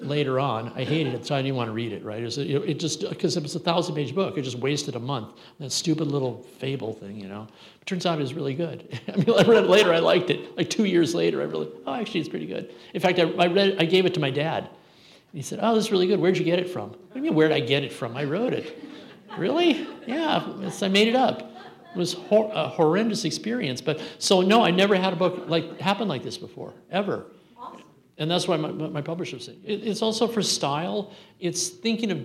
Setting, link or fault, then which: setting, live audience